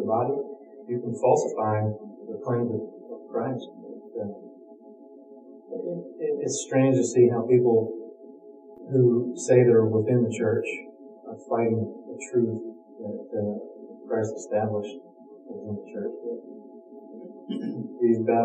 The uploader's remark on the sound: We apologize for the sound quality due to technical difficulties.